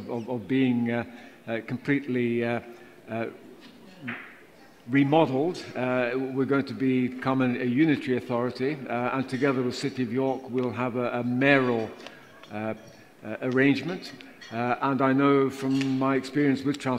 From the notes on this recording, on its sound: a special live recording of the Transport for the North Podcast at the #TfN21 Annual Conference event in Leeds